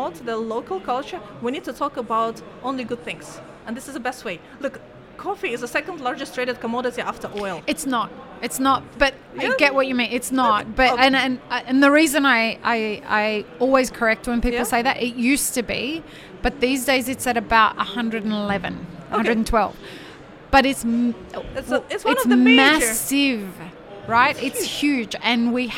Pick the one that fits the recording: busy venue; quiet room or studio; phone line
busy venue